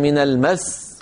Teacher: من المس أيها الإخوة أصلها من المس من المس فيها سينان سين ساكنة بعدها سين مكسورة لكن لما نقف نقول من المس فلا نستطيع أن ننطق إلا سين واحدة لا نستطيع و وكأنه نقص أو سقط من التلاوة حرف. لذلك كانت العرب في مثل هذه الكلمة يضغطون على الحرف قبل الموقوف عليه، عندما ينتقلون من قبل الموقوف عليه إلى الموقوف عليه، فيقولون من المس هكذا بضغطة بسيطة، يسميها العلماء الآن في علم الأصوات النبر، ولكن القدماء ما كانوا يقولون النبر، كانوا يقولون باب الوقف على المشدد.